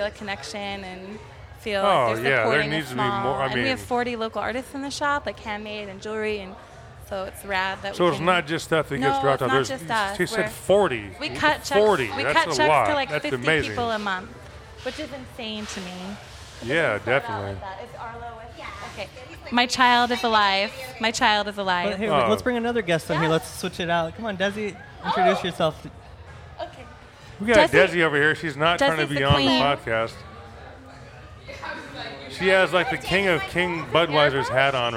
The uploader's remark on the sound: LIVE FROM NORTHWEST THRIFTCON